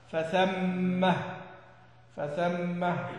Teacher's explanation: طبعا الثانية ثم اللي هي حرف العطف، لكن يقول ثم اللي هو الظرف اللي بمعنى هناك. يقول وقف على ثم الظرف المفتوح الثاء بهاء السكت